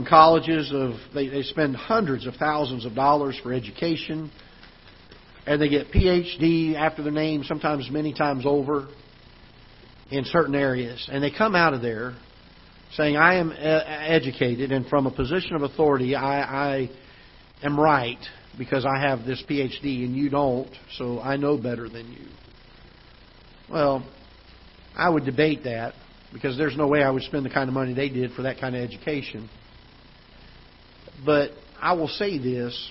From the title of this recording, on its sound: Ketha Heights Baptist Church ~ Live Broadcast